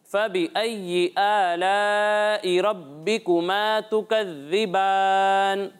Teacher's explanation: یہاں مد متصل ہے اسے دو یا پھر ڈھائی الف کے برابر کھینچنا ہے